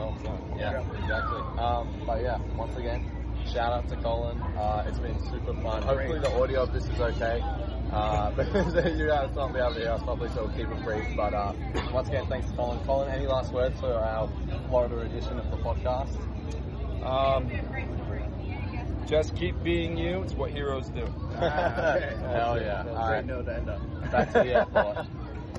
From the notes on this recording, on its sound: The boys are back in person together again to discuss their two day adventure in Galaxy's Edge where they visited Batuu for their second time! We are in person! Live from Batuu.